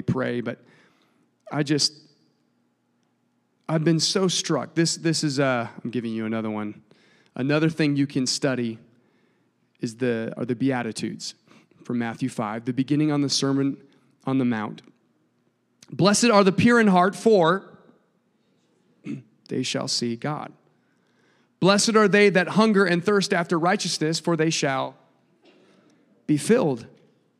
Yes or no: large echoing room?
yes